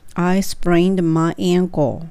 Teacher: be broken をつけます。はい。では次が、足を捻挫した。はい、ちょっと捻挫っていう言葉がね、難しいかもしれないので、I 捻挫した my ankle ということですよね。はい。I sprained my ankle えっ、と、捻挫するっていうの、ひねるっていうのは sprain になるので、I sprained my ankle なりますね。はい。この、えっ、と、足首のことなんで、ankle っていうふうに、ちゃんとエアを聞かせて、こう。えっ、ー、と、KLE、こう、最後 L っていう音で終わるので、しっかりと歯の裏にベロを当てて終わる